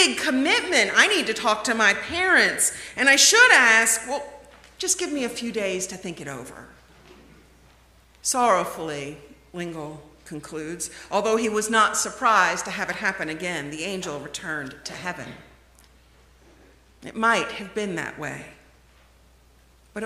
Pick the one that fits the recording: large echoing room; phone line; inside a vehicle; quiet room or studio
large echoing room